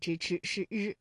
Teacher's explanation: 舌尖向上翘起，和硬腭的前部相接触，气流受阻，构成了辅音 · Term: 翘舌音